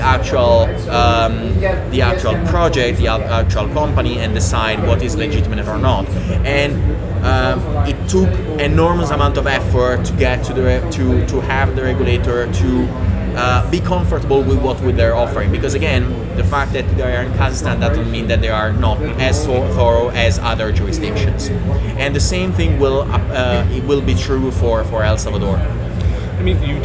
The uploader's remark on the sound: Live at Money2020 in Amsterdam. This episode was recorded live on the floor at Money2020, so please excuse the background noise.